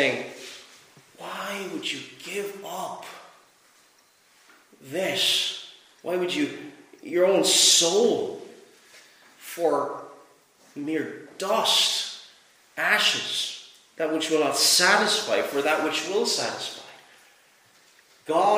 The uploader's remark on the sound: Preached at Rathfriland Reformed Presbyterian Church on Sabbath evening on December 11th.